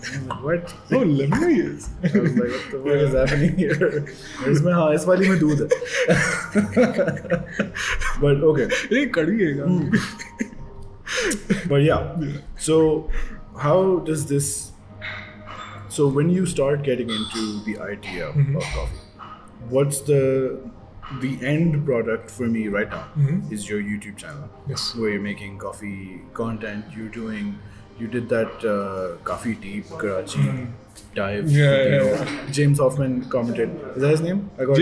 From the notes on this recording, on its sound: in a LIVE episode in possibly the noisiest cafe we could find